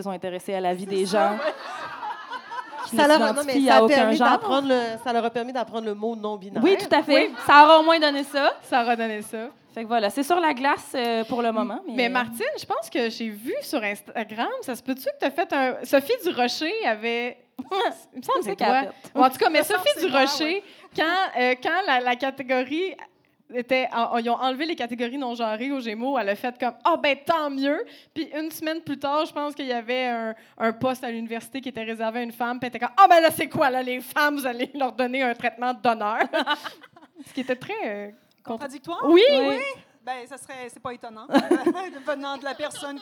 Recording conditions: live audience